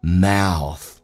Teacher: mouth 在美式发音稍微夸张一点，先发 a 再发 u